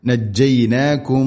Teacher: വഇദ് നജ്ജൈനാക്കും നജ്ജൈനാക്കും സാക്കിനായ മീമിന് ശേഷം വീണ്ടും മീമാണ് ഇദ്ഗാമു തമാസിലൈൻ. അപ്പോൾ മീമിനെ അടുത്ത മീമിലേക്ക് ഇദ്ഗാം ചെയ്ത് കൂട്ടിലയിപ്പിച്ച് മണിച്ചുകൊണ്ട് ഉച്ചരിക്കണം